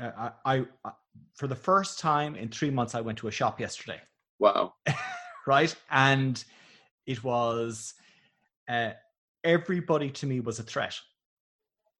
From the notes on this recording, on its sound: This is the first in a series of four programs recorded on Zoom with a live audience.